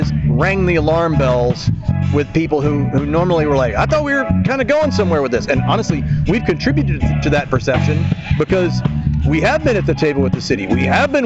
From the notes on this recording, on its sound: on location at The WrestleCenter